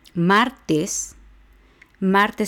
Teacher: lleva el acento en la penúltima sílaba, que es la A de mar. Son solamente dos sílabas, la última sílaba es tes y la penúltima es mar, martes.